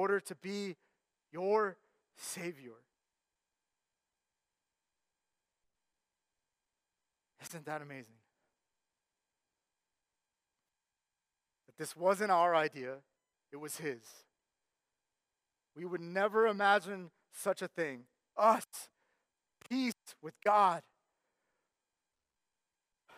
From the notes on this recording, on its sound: Sermon Audio from our Worship service.